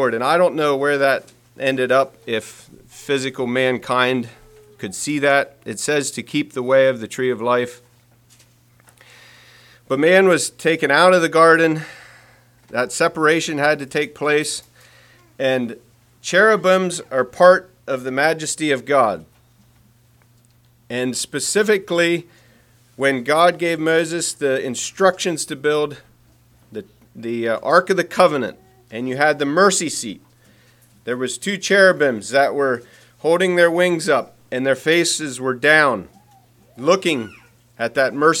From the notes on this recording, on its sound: Message preached at Word of Hope on March 26, 2023